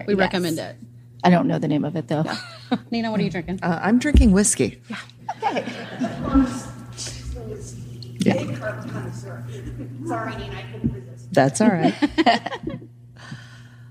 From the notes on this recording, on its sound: This episode was recorded LIVE at the True Crime Podcast festival in KCMO. I'm sipping whiskey during the recording, apologies for the ice noises!